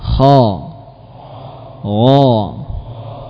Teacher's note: Secara letak huruf-huruf ini berdempetan, ya. Ha dan gha di mana? Ujung tenggorokan.